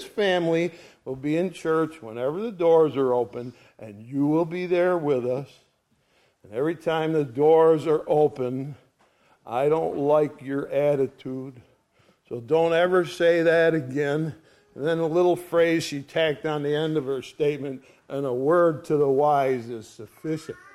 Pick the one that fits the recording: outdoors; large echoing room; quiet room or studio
large echoing room